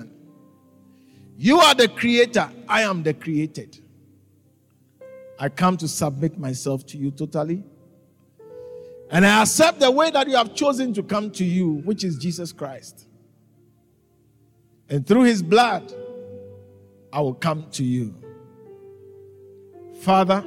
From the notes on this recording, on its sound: preached at the Living Waters Cathedral